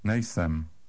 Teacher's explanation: The stress is on the first syllable, as always.